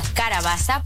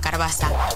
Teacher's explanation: En alguns parlars del català, quan hi ha una vocal neutra, una E, entre una consonant random i una R, o entre una R i una consonant random, aquesta neutra sol desaparèixer · Shown in: second take